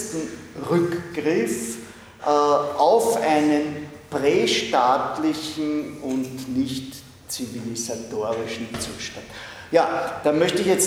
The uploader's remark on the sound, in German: Diese Vorlesung wurde von Studierenden aufgenommen